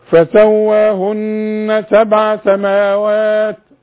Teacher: النون اللي عليها الشدة لازم تغنى عند الوقف وعند الوصل، تقول ايه فسواهن، اذا نفس خلص تقول فسواهن، وعند الوصل برضو فسواهن 7 سماوات.